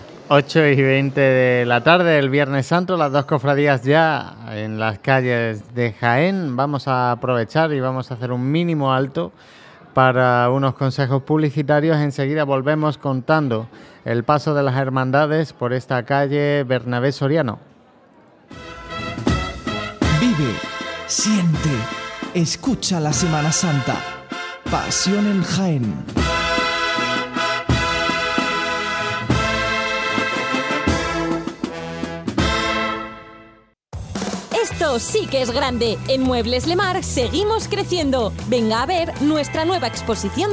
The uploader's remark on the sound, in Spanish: Retransmisión en directo del Viernes Santo en Jaén en el año 2023